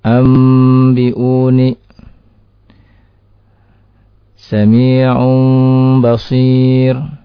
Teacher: Apabila dibaca dengan merubahnya dengan huruf mim, maka inilah yang disebut dengan iqlab. Karena itu, ya, dalam mushaf tertulis di atas ya, huruf nun sukun yang bertemu dengan huruf ba tersebut ya, ada huruf mim kecil.